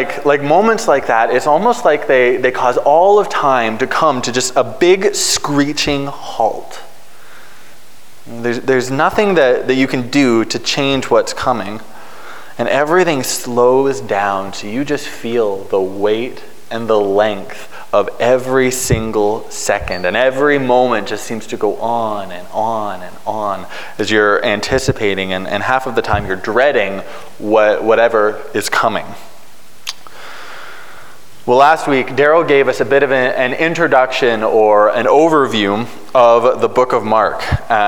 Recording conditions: large echoing room